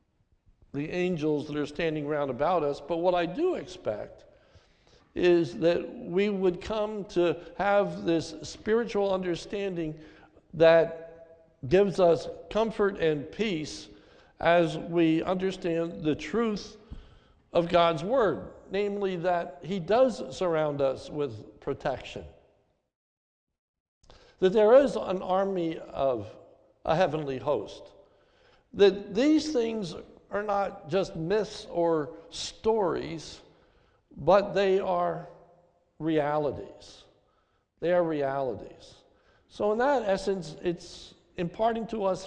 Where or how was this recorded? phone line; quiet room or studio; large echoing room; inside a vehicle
large echoing room